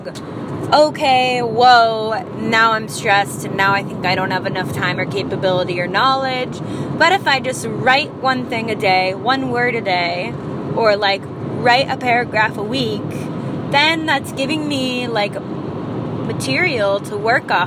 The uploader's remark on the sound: I recorded this in the car